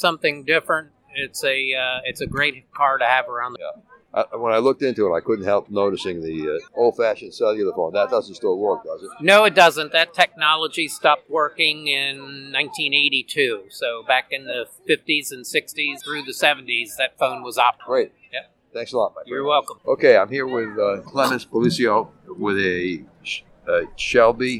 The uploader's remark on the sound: 7 Car Club Show. Over 100 cars from different car clubs, including the Mustang Club, Camaro Club, Mini Cooper Club, Miata Club, Antique Car Club, and BMW Z Club, were on display. With over 1000 spectators and music, the recording may not be of studio quality. Despite the outdoor setting.